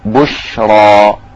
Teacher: والشين أيضا حرف تفشي بش بشرى. هنا الراء جاءت مفخمة، نعم جاءت مفخمة لأنها مفتوحة، الراء المفخمة أو المضمومة تفخم قولا الراء المفتوحة أو المضمومة تفخم قولا واحدا، أما الراء المكسورة ترقق قولا واحدا.